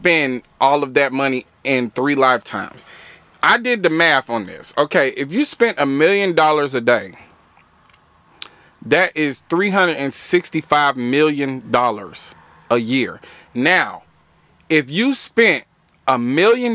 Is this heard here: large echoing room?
no